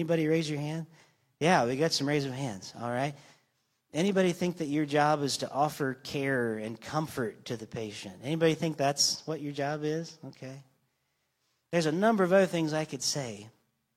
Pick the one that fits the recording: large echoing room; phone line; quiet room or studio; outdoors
large echoing room